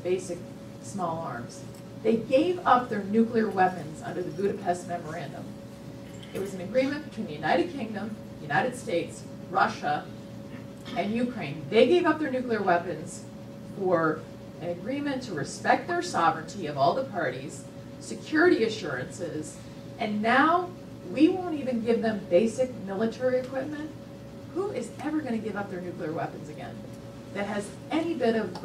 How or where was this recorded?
live audience